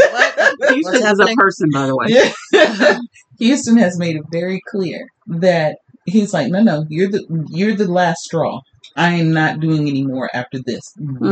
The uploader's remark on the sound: Sound issues still tried to derail us